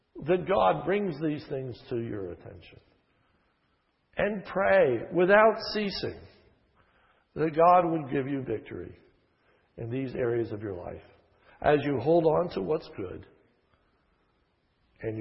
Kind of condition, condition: setting, large echoing room